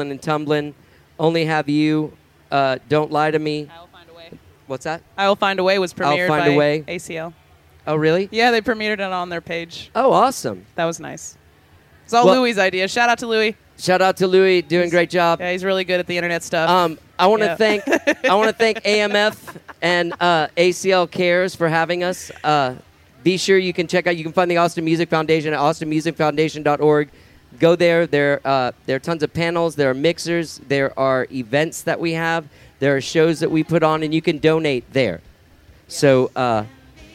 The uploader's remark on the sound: These conversations were recorded live on stage. Live From Austin City Limits Music Festival! This year I was invited by Austin Music Foundation and ACL Cares to do a couple of live podcasts at Austin City Limits Music Festival.